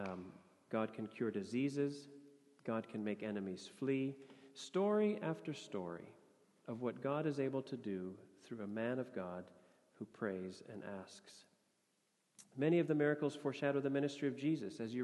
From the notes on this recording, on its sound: Sermon audio from FIBC Copenhagen.